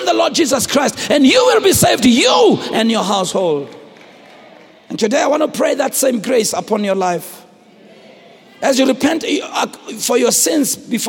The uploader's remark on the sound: preached at Grace Bible Church Pimville on the 05th of November 2017